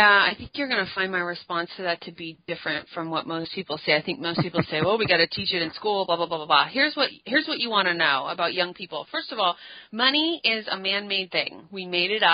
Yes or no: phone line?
yes